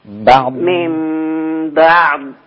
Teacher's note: لازم الضاد ما لا يكون هناك في آخرها يعني اتجاه ناحية الدال من اللسان. لا، أنا بستطيل بالضاد لغاية ما يخلص صوت الاستطالة تماما